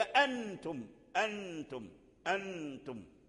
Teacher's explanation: بقيت الغنة مخرجها كما ذكر من الخياشيم، وأما لفظه من داخل الفم سقط . المثال ذلك أنتم، أنتم، أنتم، فتنطق بالهمزة ثم تأتي بالغنة · فتنطق بالهمزة ثم تأتي بالغنة أنتم، ثم تنطق بالتاء · Term: الإخفاء